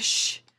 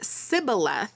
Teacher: the Ephraimites, either their dialect or their accent or whatever, they could not pronounce the SH sound · Shown in: first take